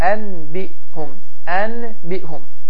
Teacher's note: Və bu zaman iqləb qaydası baş verir ki, n səsi, nun səsi, mim səsi ilə əvəz olunur